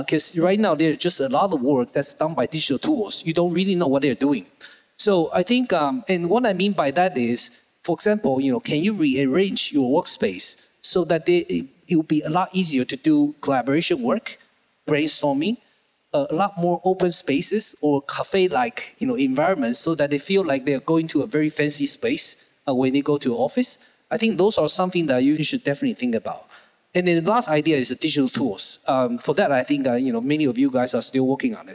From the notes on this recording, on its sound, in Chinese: 四位「偶像」太愛也太會聊天導致氣氛太熱絡，我們不知道怎麼才能把現場的笑聲剪掉！